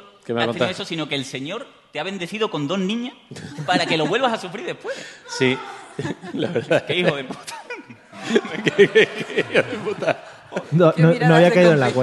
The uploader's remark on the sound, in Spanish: Episodio muy especial grabado en directo en las XI Jornadas de Podcasting en Málaga.